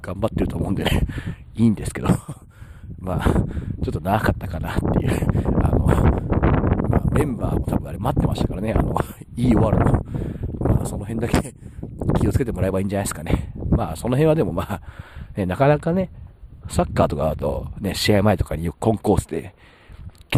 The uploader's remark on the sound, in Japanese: 今回は収録時風がめちゃくちゃ入り込んでしまい聞きづらいです。